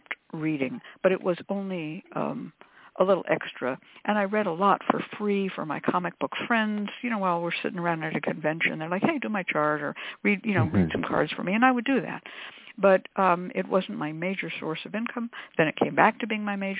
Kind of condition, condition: link, phone line